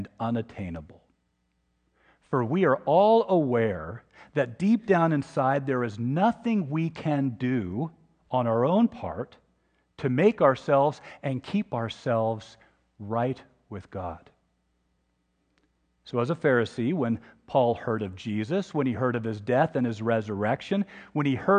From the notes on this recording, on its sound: Free to Live is a podcast of the Ash Wednesday Service at Laguna Presbyterian Church.